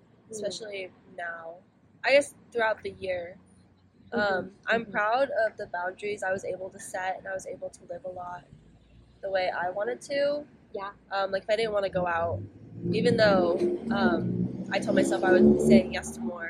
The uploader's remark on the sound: Excuse the background noise